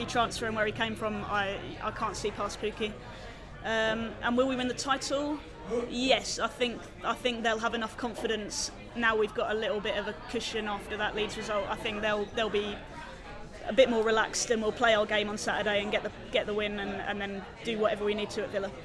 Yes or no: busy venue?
yes